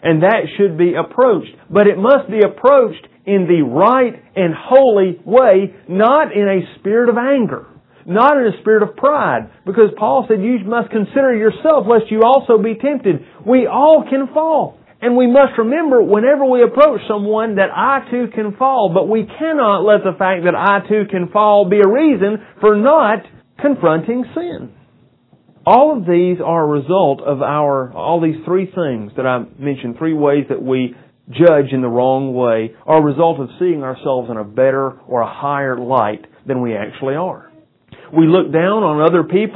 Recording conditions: poor sound quality